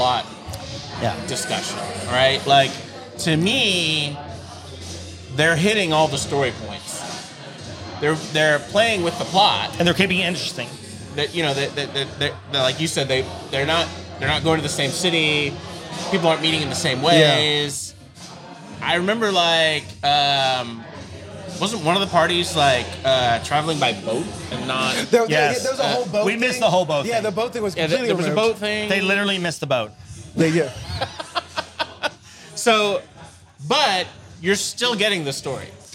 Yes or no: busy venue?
yes